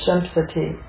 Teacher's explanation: the Anuswara, when it's followed by a sibilant, takes the M. You're giving it a nasal.